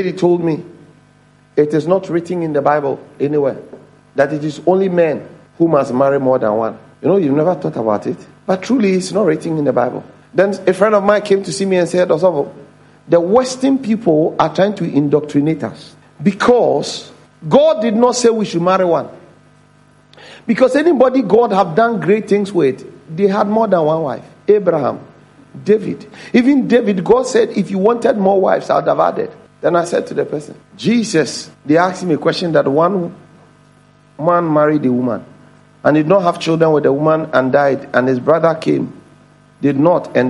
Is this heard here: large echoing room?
yes